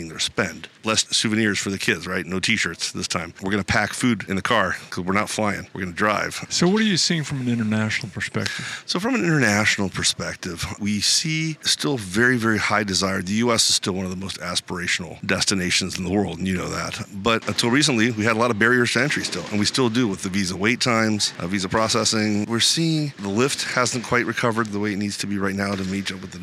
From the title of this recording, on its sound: Live From ESTO